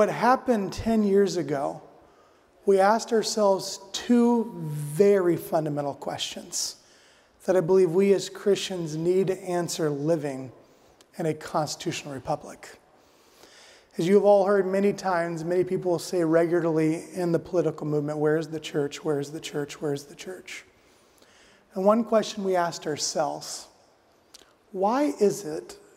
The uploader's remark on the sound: addresses the audience at the Family Leadership Summit